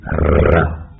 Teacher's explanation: đầu lưỡi rung mạnh r để tạo ra chữ r, chúng ta có thể mở miệng rộng hoặc là khép miệng hẹp lại.